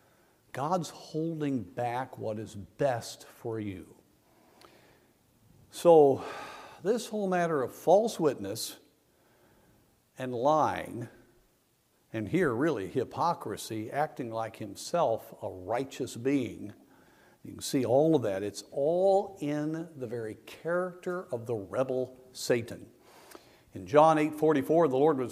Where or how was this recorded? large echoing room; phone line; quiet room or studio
large echoing room